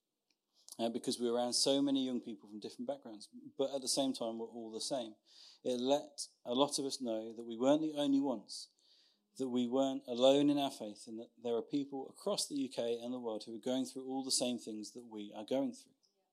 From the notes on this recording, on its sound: Recorded Sun 17th Sept at Saxon Hall, Raunds